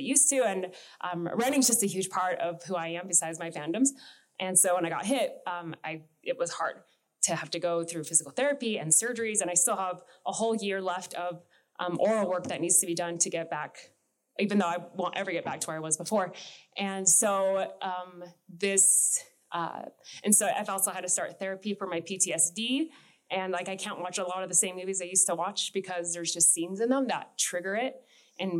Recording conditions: live audience